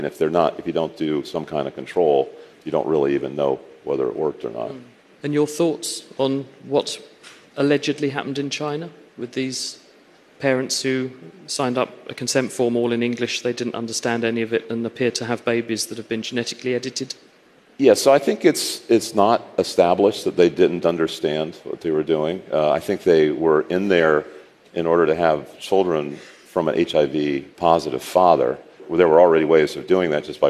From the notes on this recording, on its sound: Live in front of a studio audience at the Hello Tomorrow Summit, in Paris, 2019.